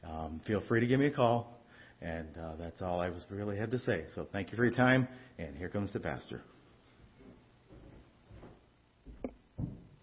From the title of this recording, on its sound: Ketha Heights Baptist Church ~ Live Broadcast